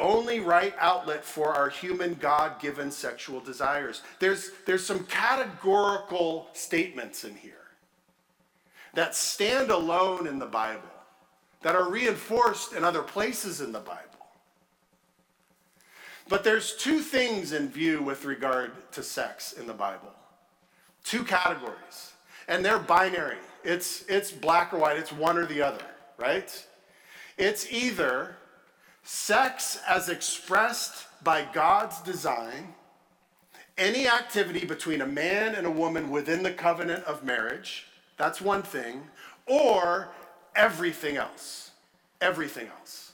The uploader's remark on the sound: at Redeemer Church on February 5, 2023